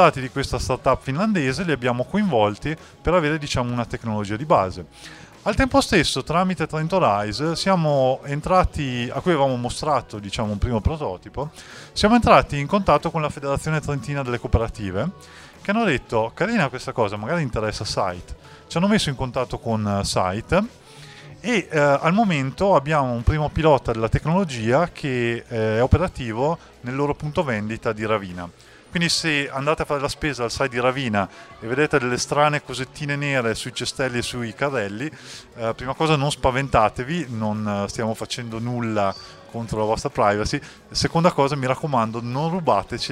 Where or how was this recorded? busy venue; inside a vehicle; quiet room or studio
busy venue